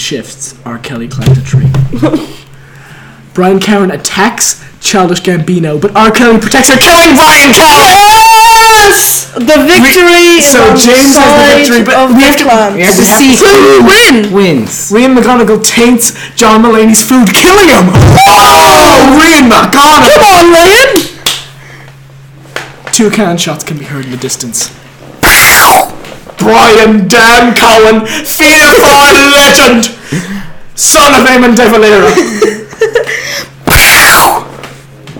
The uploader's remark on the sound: Just enjoy the blown out audio.